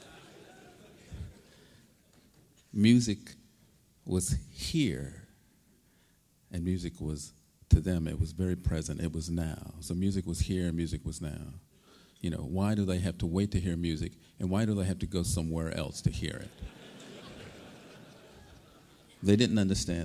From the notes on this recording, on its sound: Helped kick off Berklee's 2010–2011 school year with a presentation at the college's Opening Day festivities. Turned his keynote speech into an interactive experience, encouraging questions from the audience and pulling faculty, staff, and alumni onto the stage to make music with him.